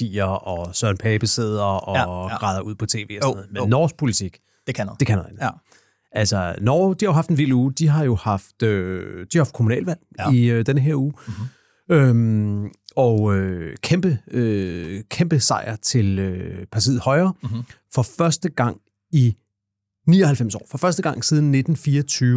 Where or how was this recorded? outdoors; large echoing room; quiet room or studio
quiet room or studio